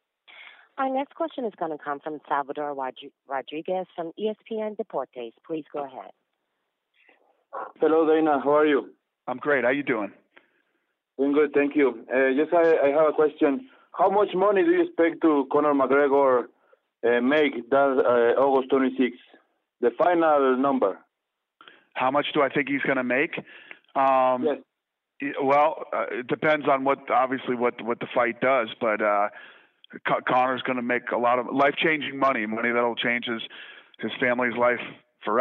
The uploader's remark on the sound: conference call